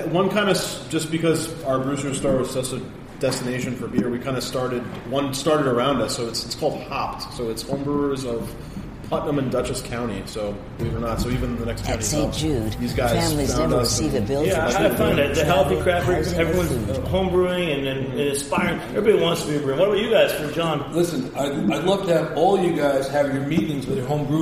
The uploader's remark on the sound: on location at Portchester Hall in Westchester